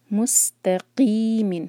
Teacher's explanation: سین کا جو مخرج ہے وہ سیٹی جیسی آواز کے ساتھ آنا چاہیے